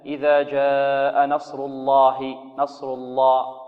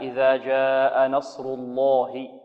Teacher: تفخيم تغليظ اللام، ولابد من تغليظ اللام تغليظا جيدا · Shown in: second take